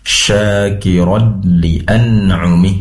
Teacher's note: Kemudian ada idgham bila gunnah, tanwin bertemu dengan lam, masuk seraya masuk tanpa mendungung